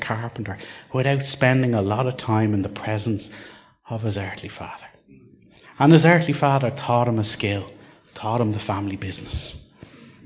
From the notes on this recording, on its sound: Recorded live at Liberty Church.